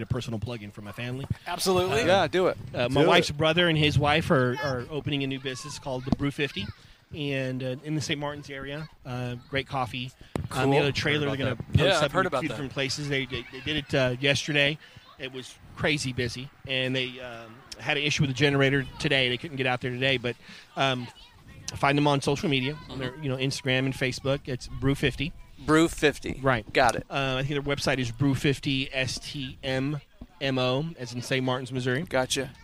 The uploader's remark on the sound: The boys take the show on the road and record at Last Flight Brewing Company in Jefferson City!